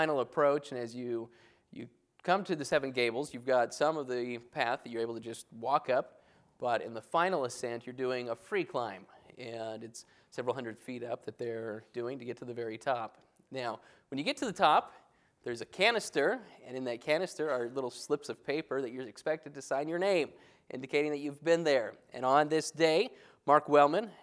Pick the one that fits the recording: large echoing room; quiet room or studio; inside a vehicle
large echoing room